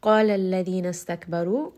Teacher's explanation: قاف here is going to be heavy, and this is a two count med. Now because the قاف is heavy, the med is going to be heavy as well.